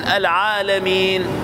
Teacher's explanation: حرف قبل الأخير من حروف المد عند الوقف على هذه الكلمة صار مدا عارضا للسكون، أمده بمقدار اثنين أو أربعة أو ستة